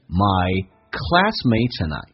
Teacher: My classmates 跟 and 有一个连音叫 my classmates and 不被强调，可以弱化成 n 这个发音